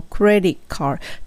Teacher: t が落ちますね。クレディカードになりますね。クレ、クレディカこの d の時もそんなにドゥって音ではなくて、どっちかというと崩れて、クレディカード。ちょっとだけ当たるって感じですね。そんなにドゥッドゥっていう音じゃなくていいって感じです。クレディカード。はい、ちゃんと R を聞かせる card の方も R を聞かせるのとここの場合は AR なのでちょっと大きめの R card になりますね card です card じゃなくて card